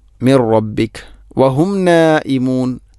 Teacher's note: ഇനി മിൻ റബ്ബിക്ക്, ഇവിടെ മിൻ റബ്ബിക്ക അല്ല, മിർ റബ്ബിക് എന്നാണ് പറയേണ്ടത്. സുക്കൂനുള്ള നൂനിന് ശേഷം റാ വന്നാൽ ഇദ്ഗാം ബിലാഗുന്ന, അവിടെ മണിക്കാതെ നൂനിനെ റായിലേക്ക് കൂട്ടിലയിപ്പിക്കണം.